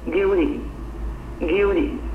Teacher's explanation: 你好像朦朦胧胧听的是非 T 非 D 的音